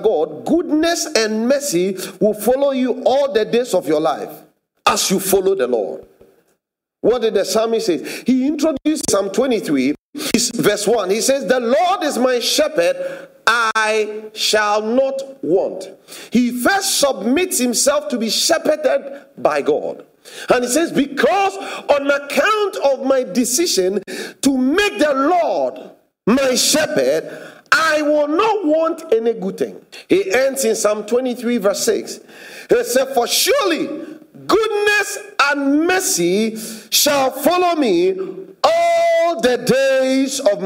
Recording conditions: large echoing room